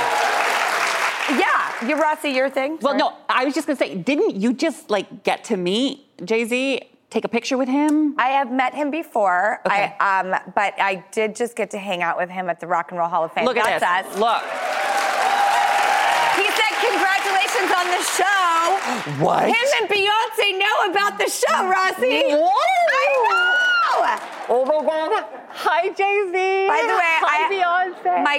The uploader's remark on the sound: One lucky in-studio audience member will play.